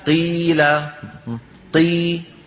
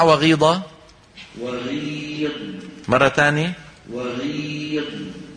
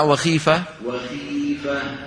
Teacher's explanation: لما انكسر حرف الاستعلاء صوته خف كتير · Term: أقل درجات التفخيم